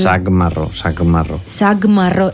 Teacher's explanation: Són molt sonores, i aleshores el que fa és, que era sac, el que fa és la K, la C, que és pronunciada com una K, l'arrossega, li dona sonoritat. I aleshores és, l'equivalent és la G.